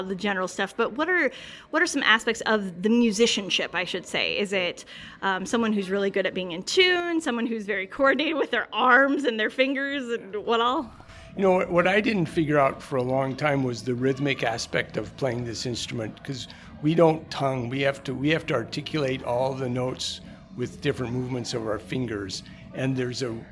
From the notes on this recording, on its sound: Recorded on location at the 2022 Greeley Irish Festival in Greeley, Nebraska.